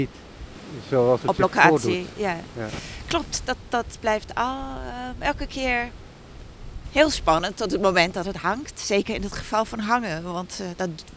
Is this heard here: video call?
no